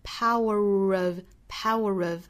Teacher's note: power 跟后面的 of 连读，英音是加小小的 r 的发音， power of,后面的 forgiveness,后面两个元音都是 i,这个松口的松元音， giveness, i, forgiveness,因为这个词是三音节的词，重读是在第二个音节上，所以我们读的节奏应该是 da da da